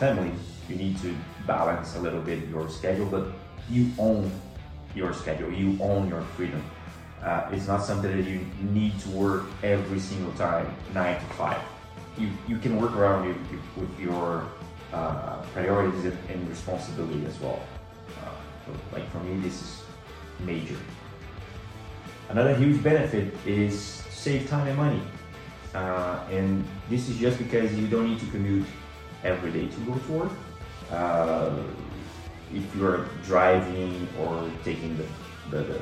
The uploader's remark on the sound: IPhone 14 Pro for audio & video. Macbook Pro 14” M1 Pro for editing.